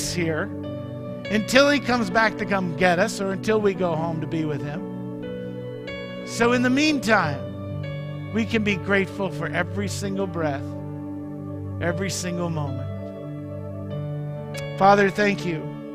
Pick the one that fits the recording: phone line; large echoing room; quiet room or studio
large echoing room